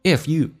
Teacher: If you 用降调来，速度很快